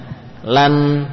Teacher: Nah, di situ ada sisipan cara membaca nun sukun, ya, cara membaca nun sukun. Nun sukun berilah sifat ghunnah dan tawassut, ya.